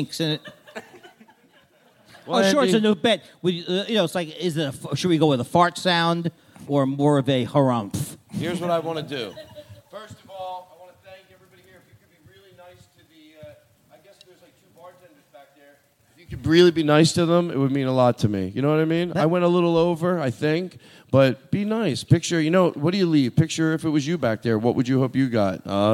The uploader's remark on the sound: This episode is LIVE from JFL NorthWest